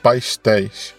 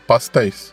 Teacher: Por exemplo, os cariocas falam pastéis. Então, o som do S vira um X. · Shown in: first take · Term: som de X